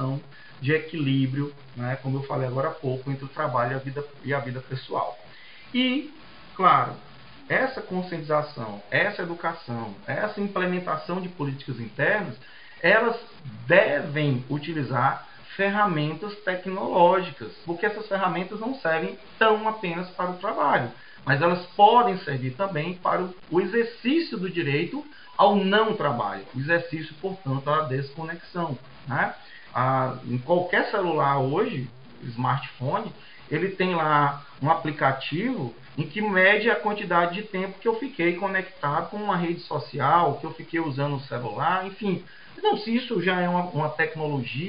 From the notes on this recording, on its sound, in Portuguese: Tivemos problemas técnicos que comprometeram, inclusive, a qualidade do áudio.